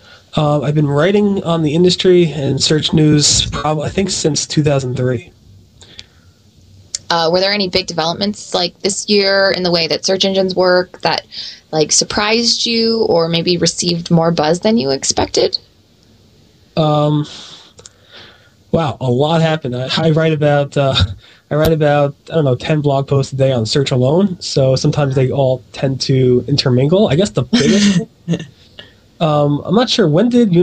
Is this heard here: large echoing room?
no